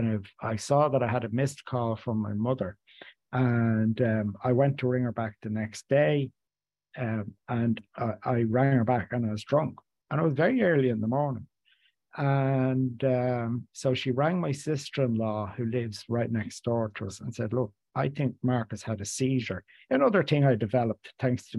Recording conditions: video call